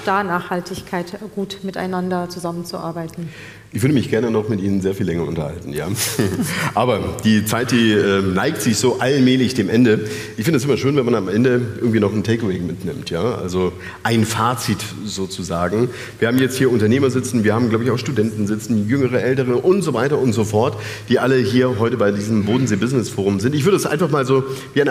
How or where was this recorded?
busy venue